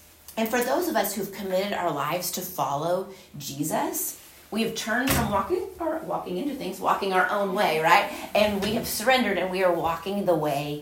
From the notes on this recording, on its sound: Recorded at Union Church.